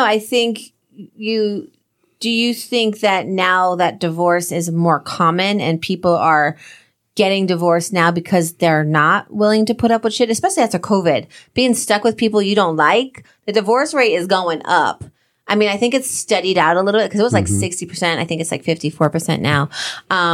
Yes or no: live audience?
no